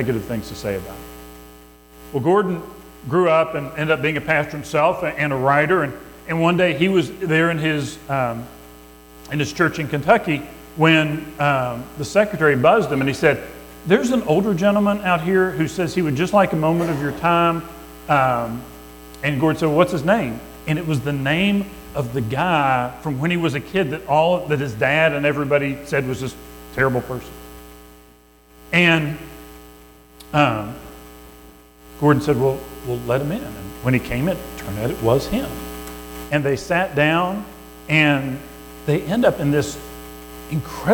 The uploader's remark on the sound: Recorded at Madison Baptist Church in Madison WV